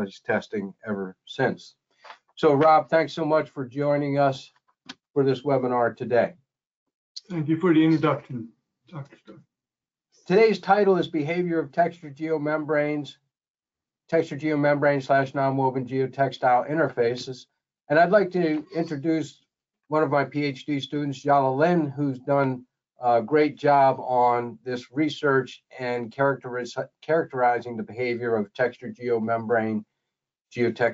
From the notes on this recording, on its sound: This is an audio version of the webinar.